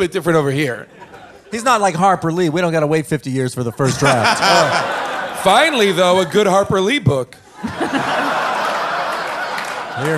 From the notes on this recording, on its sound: LIVE from Largo in Los Angeles